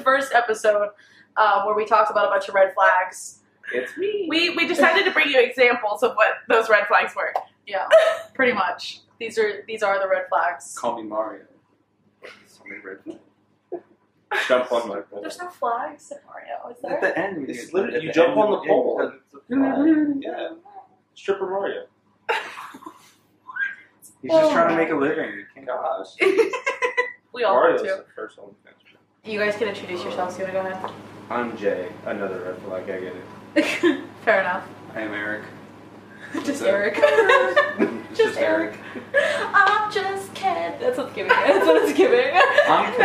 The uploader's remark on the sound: Forgive the audio in this episode, I accidentally deleted the good audio. Now we all just kind of look goofy holding mics lmao.